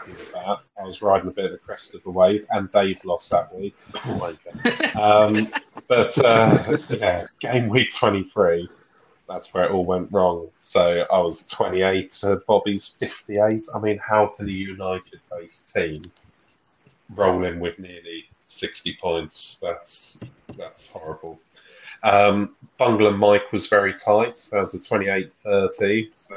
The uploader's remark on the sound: Sorry about the bad audio quality